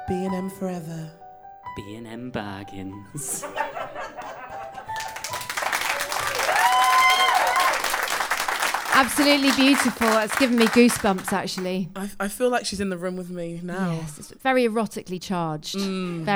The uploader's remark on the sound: Improvised in front of a live studio audience, this show has scenes and songs suitable for a more ‘mature’ audience.